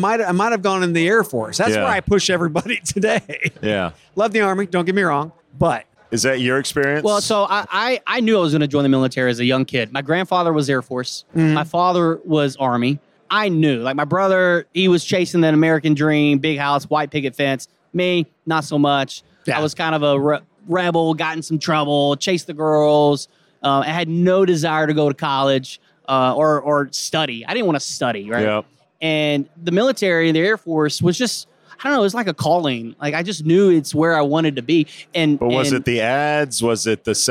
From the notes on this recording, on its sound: Live from UNLEASH America in the Workhuman booth